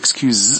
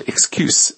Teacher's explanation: 注意最后那个 S 发的是 z 的音，浊辅音 · Shown in: first take